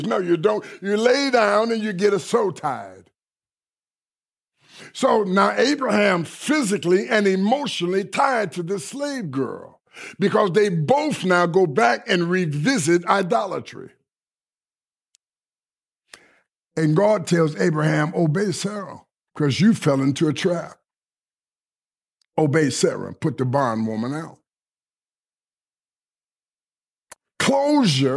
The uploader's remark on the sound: Delivered at Kingdom Center Rockford.